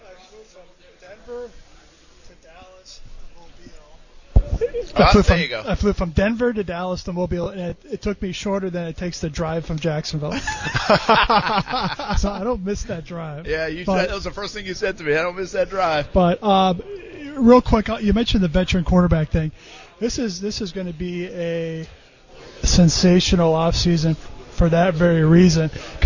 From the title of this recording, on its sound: Live from The Senior Bowl